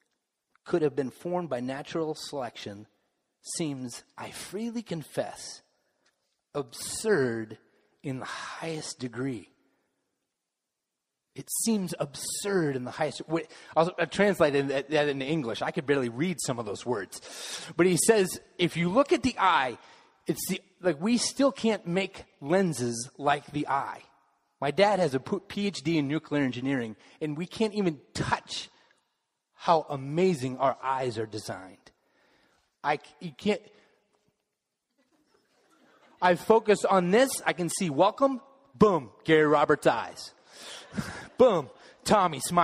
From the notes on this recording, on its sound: Final message of the Summer Series delivered during the Contemporary Worship service.